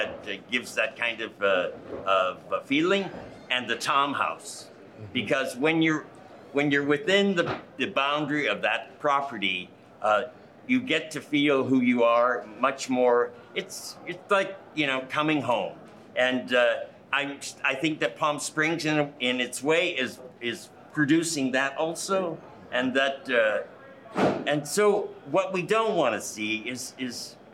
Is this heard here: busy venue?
yes